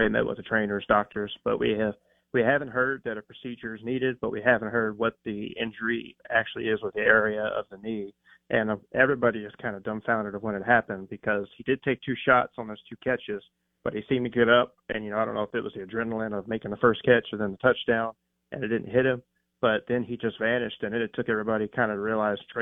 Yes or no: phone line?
yes